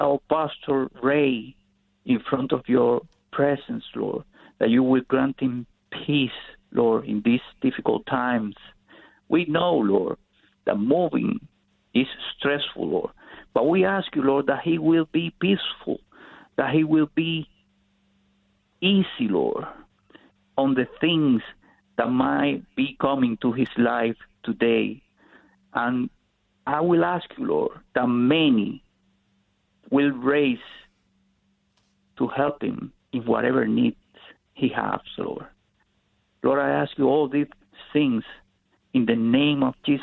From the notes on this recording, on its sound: We had our weekly prayer meeting today, which was very powerful. Thank you to those who called in.